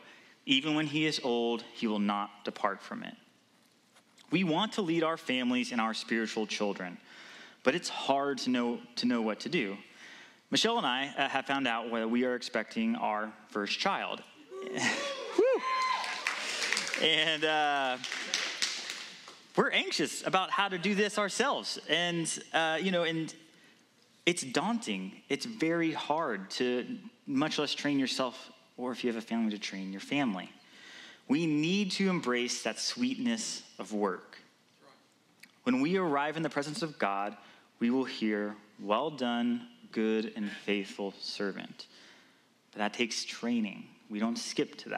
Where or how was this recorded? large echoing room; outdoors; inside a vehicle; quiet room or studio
large echoing room